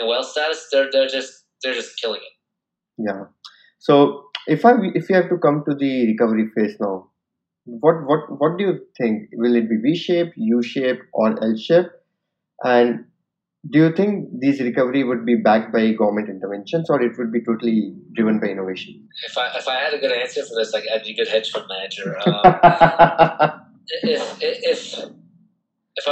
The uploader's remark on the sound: Audio Quality is impacted as the recording was virtual over the zoom call.